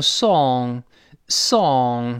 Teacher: 英国人会读成 song，song，有个撅嘴的动作